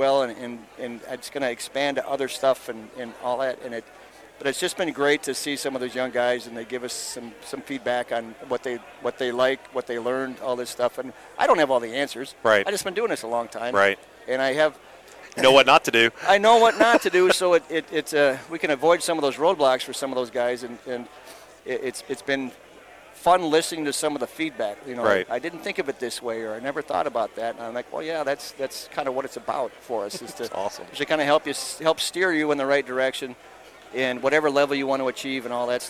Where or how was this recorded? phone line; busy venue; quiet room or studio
busy venue